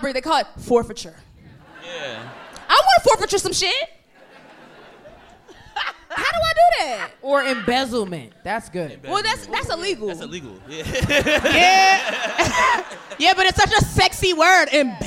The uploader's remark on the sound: Live from the Bell House theatre in Brooklyn New York